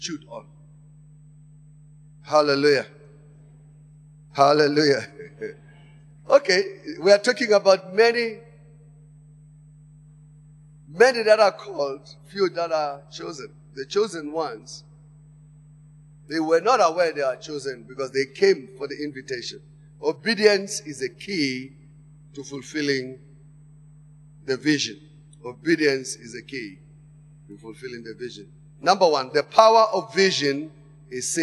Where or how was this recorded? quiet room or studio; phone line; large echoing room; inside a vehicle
large echoing room